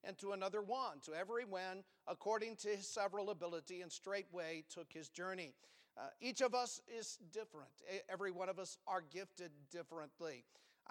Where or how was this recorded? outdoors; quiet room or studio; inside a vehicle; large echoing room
large echoing room